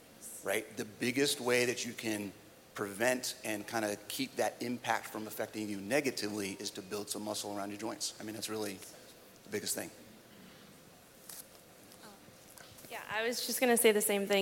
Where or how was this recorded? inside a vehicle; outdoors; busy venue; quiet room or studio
busy venue